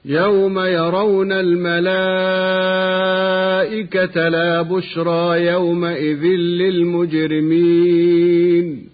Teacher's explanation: تنوين ذال يومئذ أدغم بعده في لام للمجرمين من غير غنة · Term: إدغاما بغير غنة